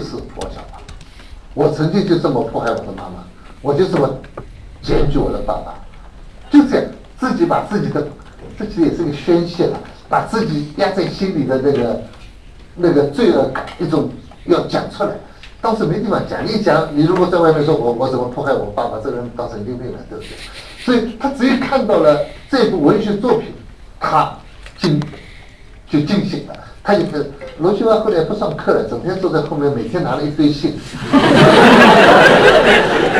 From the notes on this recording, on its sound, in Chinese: “复兴论坛”是由复旦大学、中国科技大学、同济大学、兴全基金合作的高端学术文化论坛。本音频是由“复兴论坛”系列讲座录音整理而成。